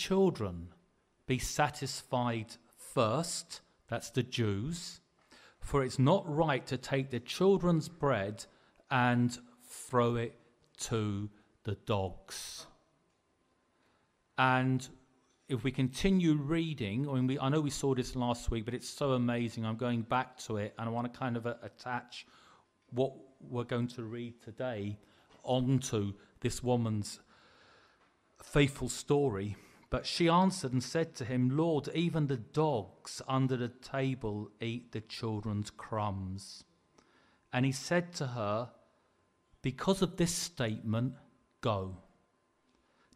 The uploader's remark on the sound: Preached at the LCC Sunday Service